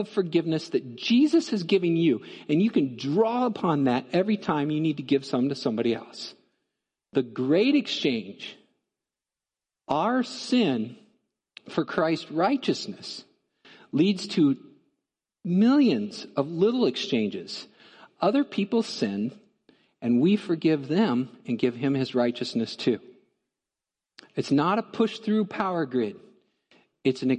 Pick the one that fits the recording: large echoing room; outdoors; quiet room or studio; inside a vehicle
large echoing room